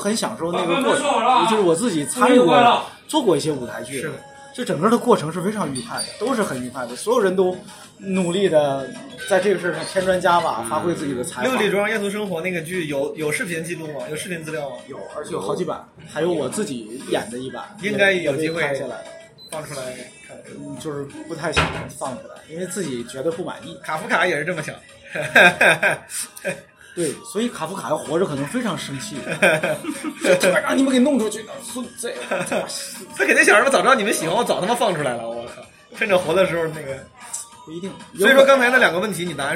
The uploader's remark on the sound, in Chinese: 先是在饭桌上聊起我这个想法来，继而就忽然觉得“不如就现在试试吧！”。多年来一直随身携带录音设备的我偏偏那天忘带了录音机，于是就把一部手机摆在了饭桌上，后来发现竟然也还能听清。那天我们一直吃到饭馆关门，大家在音频里还能听到店伙计催促我们离开的声音。与棚内录制的谈话节目相比，确实有点不一样的现场感。